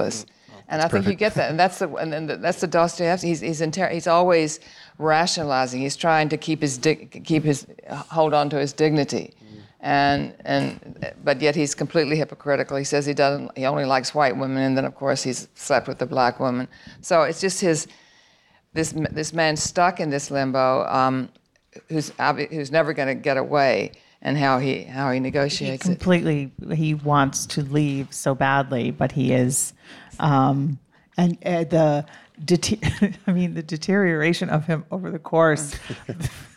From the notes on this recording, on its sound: We counted down the best movies of the year at a live Film Comment Talk at the Film Society of Lincoln Center.